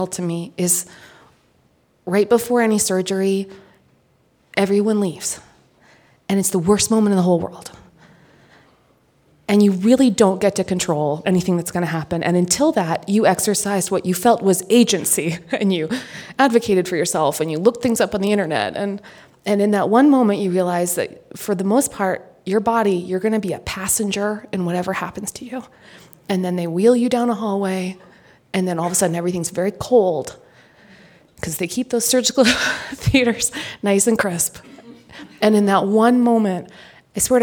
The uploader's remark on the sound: This special On Being episode was taped live with an audience at the Aspen Ideas Festival.